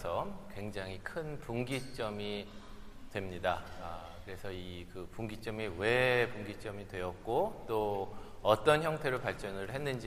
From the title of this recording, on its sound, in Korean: 토요콘서트 실황